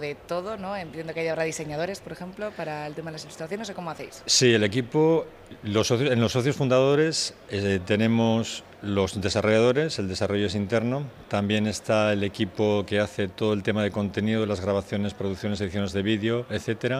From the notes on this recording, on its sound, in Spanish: grabados en Bventure 2022, el mayor evento de emprendimiento de la zona norte